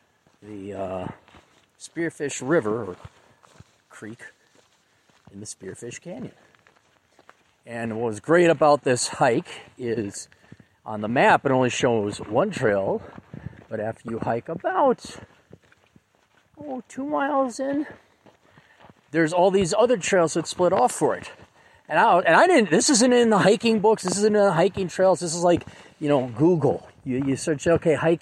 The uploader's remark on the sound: a short podcast while hiking